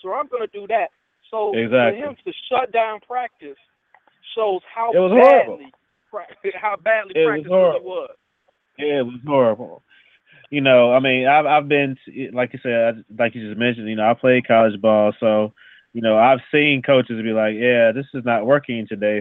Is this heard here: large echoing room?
no